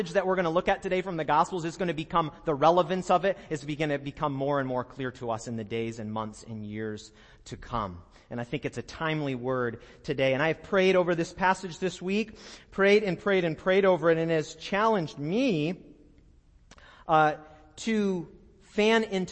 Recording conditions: large echoing room